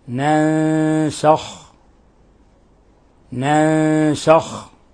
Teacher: النون الثانية جاء بعدها حرف السين الحكم التجويدي إخفاء حقيقي ننسخ ونلاحظ كيف فخمنا الخاء وأظهرنا تفخيم الخاء ننسخ ننسخ لأن الخاء من حروف خص ضغط قض من الحروف